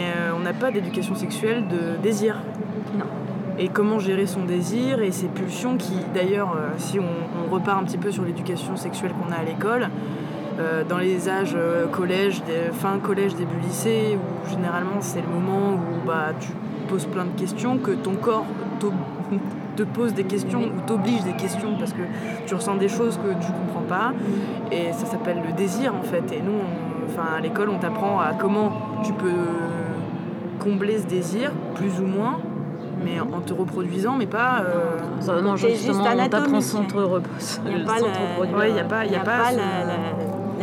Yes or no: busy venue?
yes